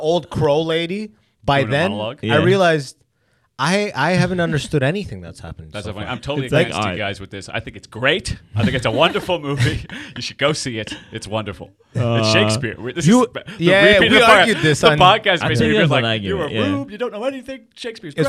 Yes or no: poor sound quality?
no